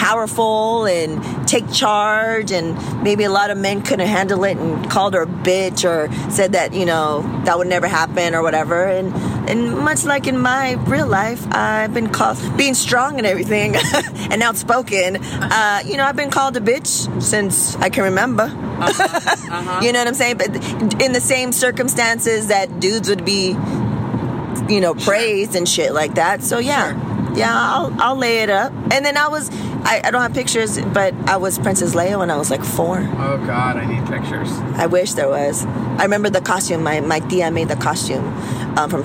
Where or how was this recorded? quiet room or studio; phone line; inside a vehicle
inside a vehicle